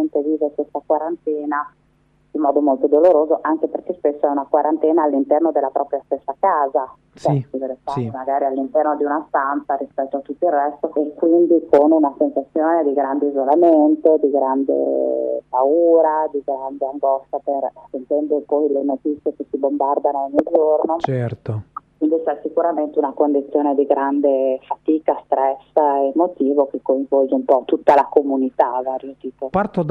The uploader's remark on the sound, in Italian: TELEFONO O SKYPE.